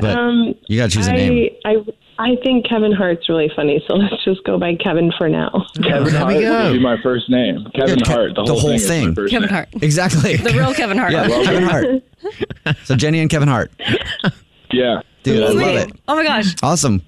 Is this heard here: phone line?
yes